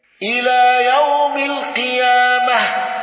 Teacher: حمزة بالسكت على المد المتصل وإمالة تاء التأنيث